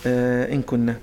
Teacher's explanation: غنة الكاف هنا هتكون مرققة